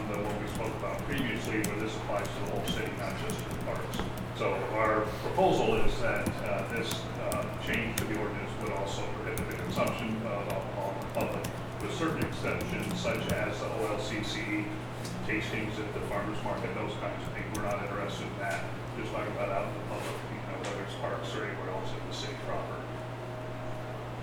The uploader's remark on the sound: Live recording of Astoria City Council meeting, August 5, 2019